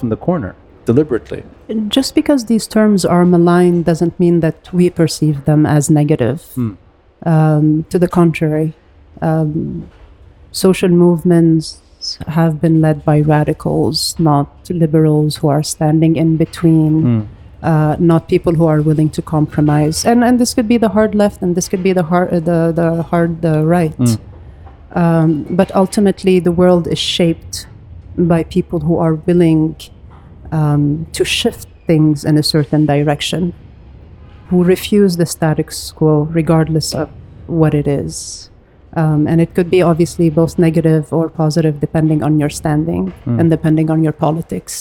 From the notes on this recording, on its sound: Live Video. Recorded live at Aaliya’s Books.